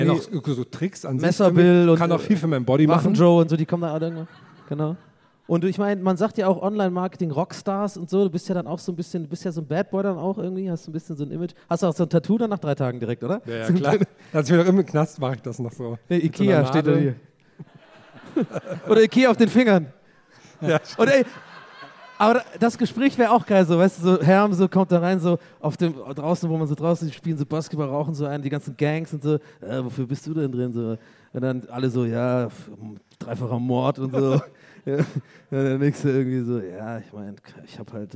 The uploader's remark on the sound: Wie ein U-Boot sind wir in Monheim aus dem Rhein aufgetaucht und haben uns direkt am örtlichen Geysir niedergelassen. Live in Monheim.